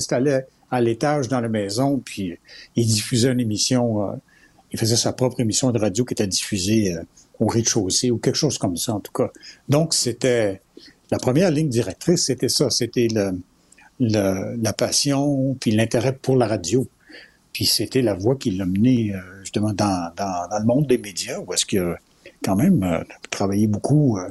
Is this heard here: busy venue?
no